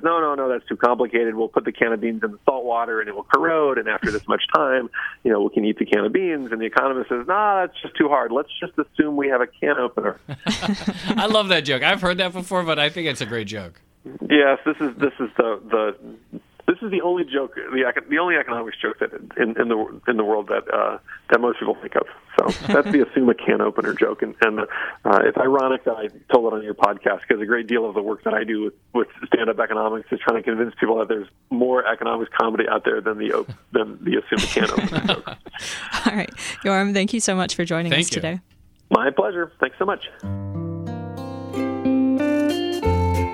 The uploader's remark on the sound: stand-up routine performed over cell phone to an audience of five business journalists